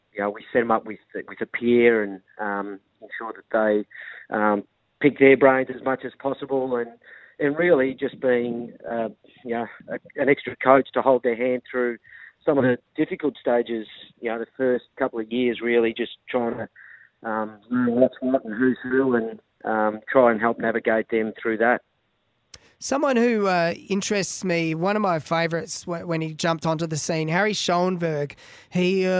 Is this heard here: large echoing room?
no